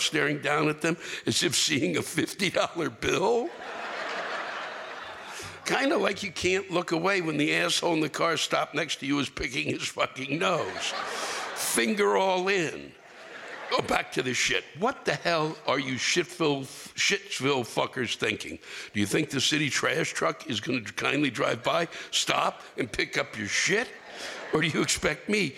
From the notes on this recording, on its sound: The live rants come from the Paramount Theater in Charlottesville, VA on February 28, 2020.